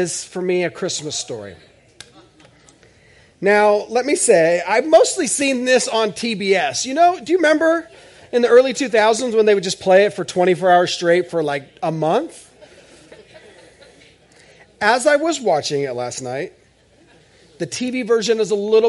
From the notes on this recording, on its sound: This is audio ripped from the Live Service video.